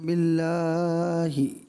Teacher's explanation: اس کا جو لام ہے آپ نے کچھ زیادہ ہی دراز کر دیا